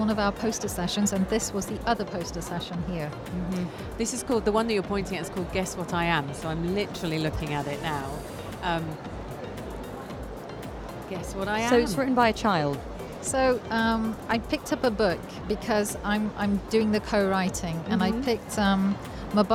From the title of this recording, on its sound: Live from SIBF 2023